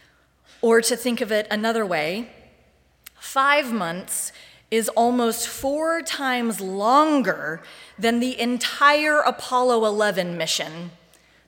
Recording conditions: large echoing room